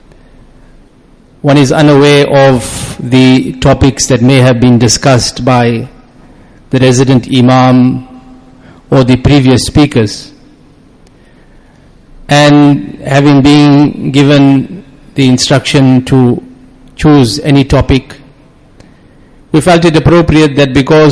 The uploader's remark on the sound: Jumuah lecture